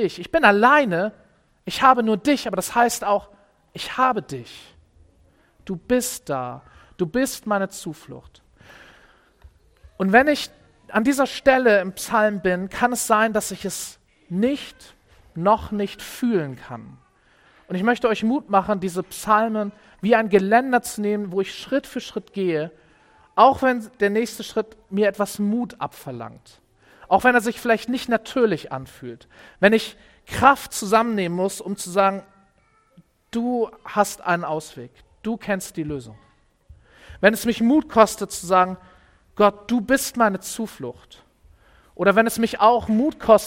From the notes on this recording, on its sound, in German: Predigt im Rahmen des GreifBar+ Gottesdienstes